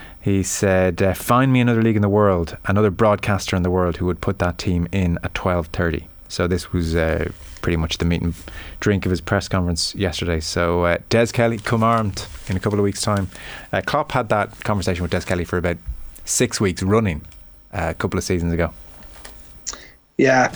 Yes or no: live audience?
no